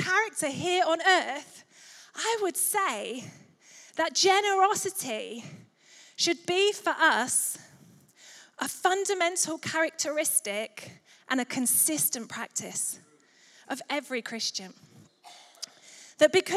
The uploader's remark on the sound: Recorded Live at Life Church Lancashire on Sunday 17th September 2023.